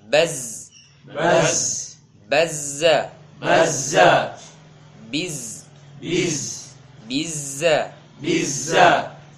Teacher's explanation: huruf zai termasuk huruf yang memiliki sifat as-safir, ya, suara yang tajam